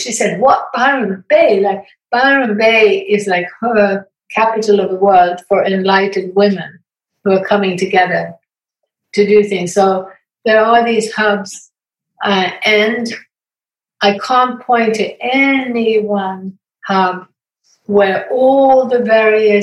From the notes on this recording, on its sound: We wrap up our weekly Zoom Conversation Series.